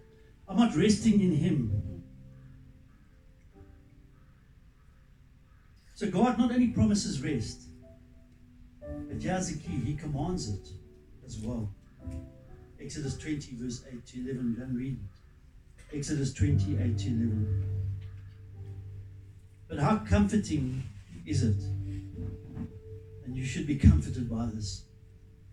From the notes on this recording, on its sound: Recorded live at Love Beyond Church.